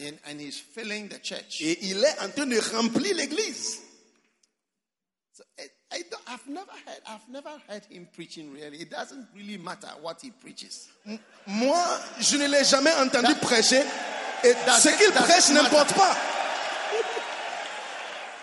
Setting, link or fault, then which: setting, live audience